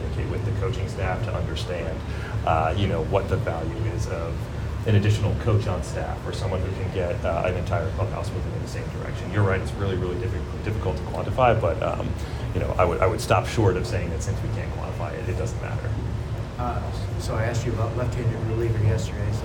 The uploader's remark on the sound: Meets The Media On The Final Day Of The GM Meetings. Meets with the media again on the final day of the GM Meetings. Answers questions from the Boston media.